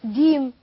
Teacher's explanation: كالجيم يقولوها ديم، وده ما ينفعش طبعا في القرآن الكريم، لان انت كده حرفت الجيم، حذفت الجيم ووضعت مكانها دال